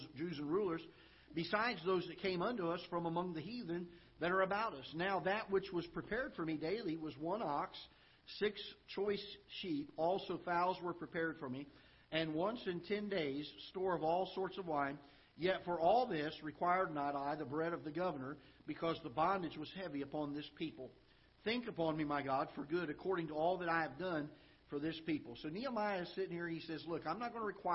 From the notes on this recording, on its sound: Ketha Heights Baptist Church ~ Live Broadcast.